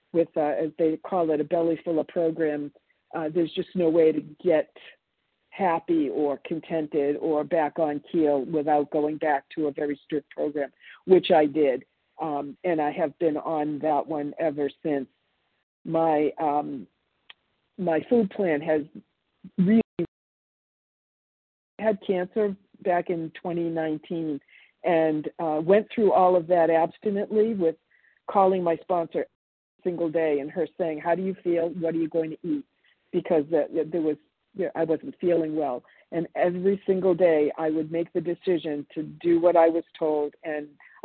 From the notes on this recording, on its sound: from the 100 Pounders Phone Meeting